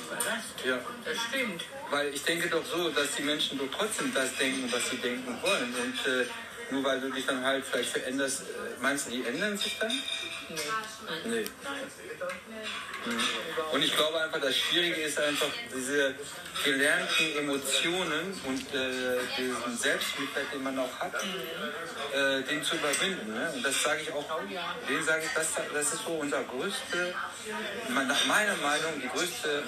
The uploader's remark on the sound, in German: Der LIVE im deinKult Café aufgenommen wurde. DeinKult Café, Karl-Denkhaus-Straße 11-13, 45329 Essen.